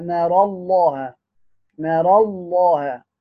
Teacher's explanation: له وجه الإمالة نار الله، وله وجه الفتح نار الله. على وجه الفتح له التغليظ في اللام قولا واحدا طبعا